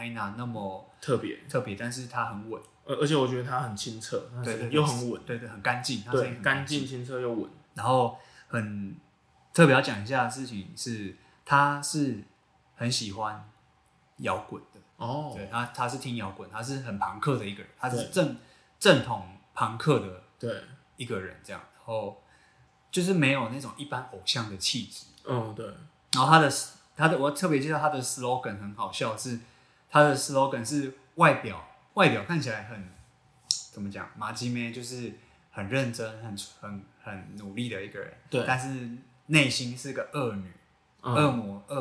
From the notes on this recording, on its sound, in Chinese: 這兩次錄音不知道為什麼回音很重，已經盡1000%力量調整了，下次會再改進。